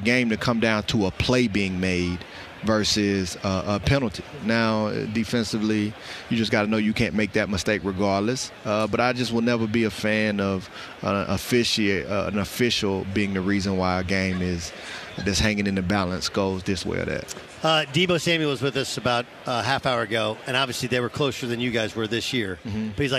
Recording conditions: busy venue